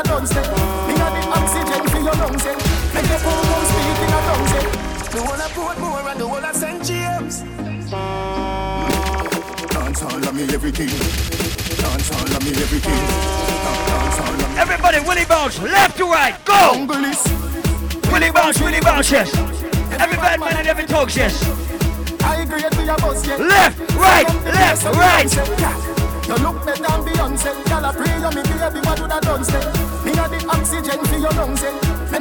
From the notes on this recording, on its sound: LIVE AUDIO! LIVE AT ISLAND SATURDAYS ON 10.26.19.